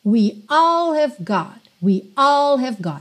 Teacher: Esse have quase não aparece, porque esse H é muito fraquinho, esse som ha, é bem fraquinho.